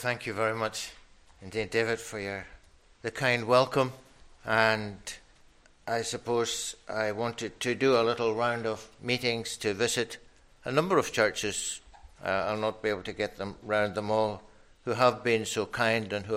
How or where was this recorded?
large echoing room